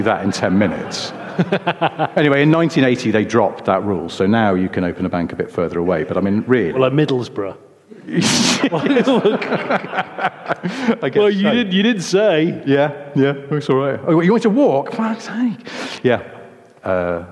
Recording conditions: live audience